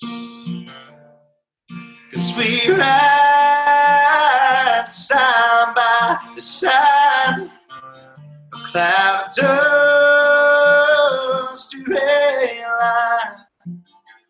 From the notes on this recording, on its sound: Joined Houston radio station, The New 93Q for a private performance via Zoom.